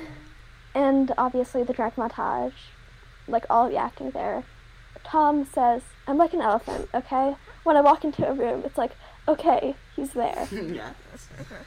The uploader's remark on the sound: a file problem that may result in some low audio quality